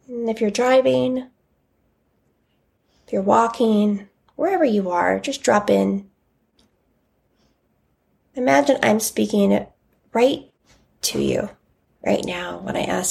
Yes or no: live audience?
no